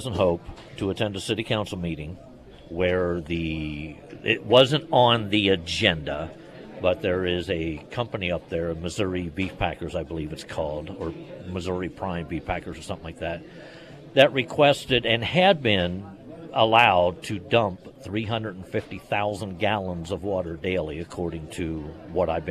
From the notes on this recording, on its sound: Live at Scramblers Diner.